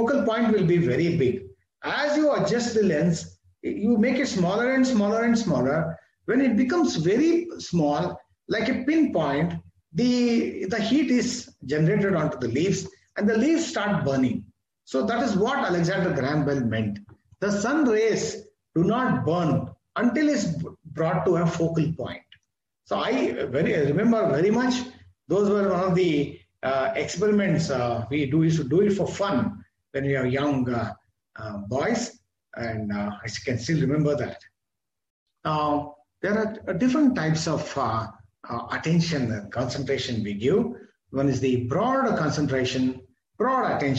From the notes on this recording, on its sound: This is audio recording of my webinar